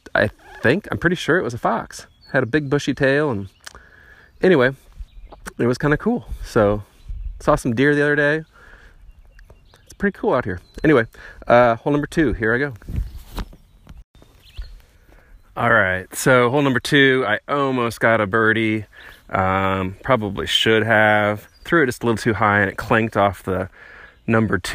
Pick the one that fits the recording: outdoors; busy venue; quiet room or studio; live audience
outdoors